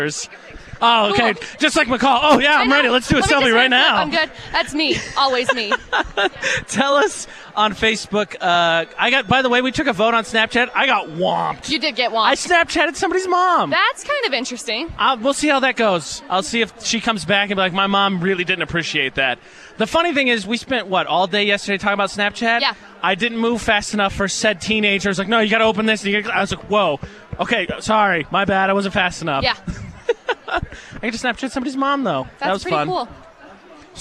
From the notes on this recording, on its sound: broadcast live from Bear River High School